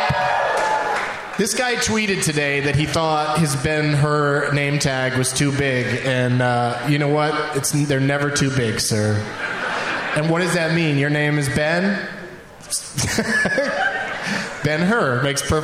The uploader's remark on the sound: Live from the Woman's Club of Minneapolis